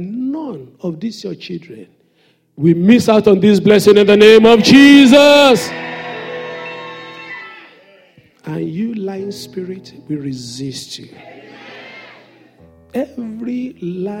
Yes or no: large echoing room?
yes